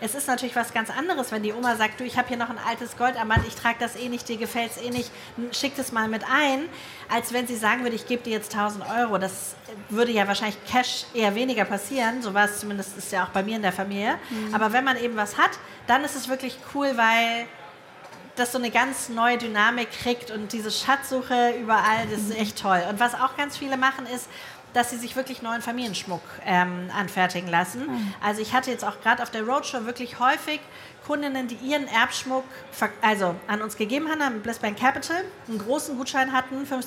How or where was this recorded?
live audience